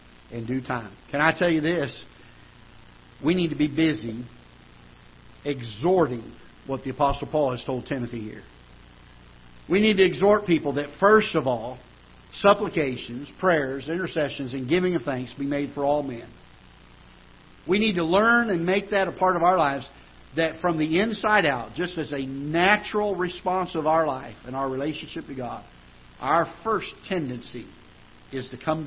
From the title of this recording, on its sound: Ketha Heights Baptist Church ~ Live Broadcast